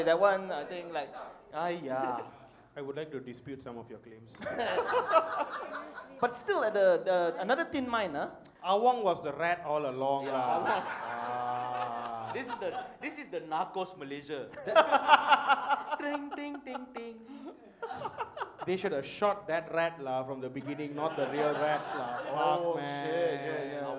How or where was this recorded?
live audience